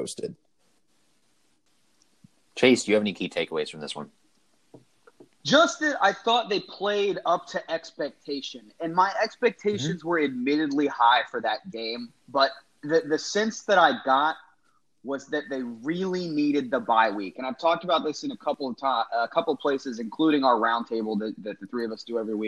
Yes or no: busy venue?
no